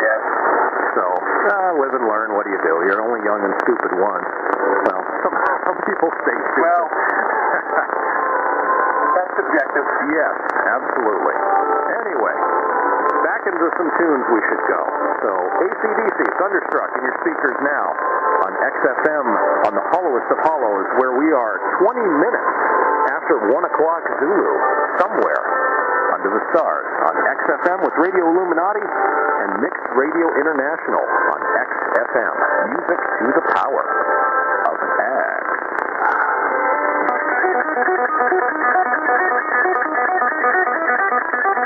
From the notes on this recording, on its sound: XFM (Pirate Radio). Some RF noise—the signal gets stronger but was weaker in the beginning of the recording.